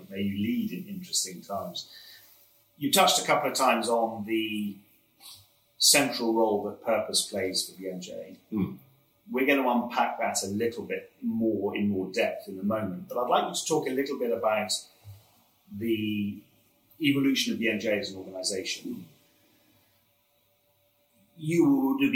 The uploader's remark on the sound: we apologise for the poor quality of this audio